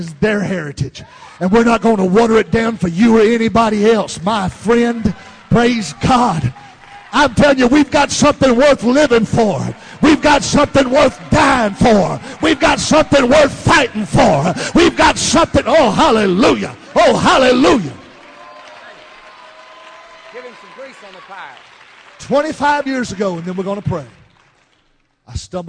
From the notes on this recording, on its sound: Baton Rouge Camp Meeting 2015.